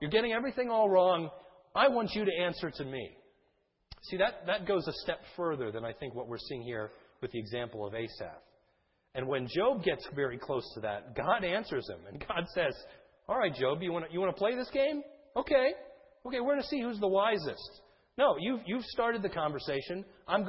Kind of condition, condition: setting, large echoing room